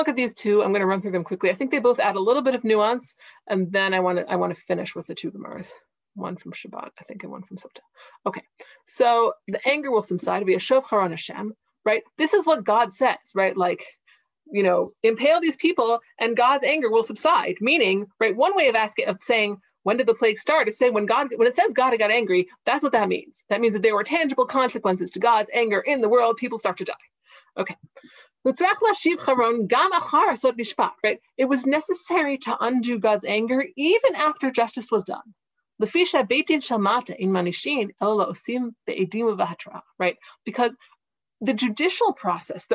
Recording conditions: video call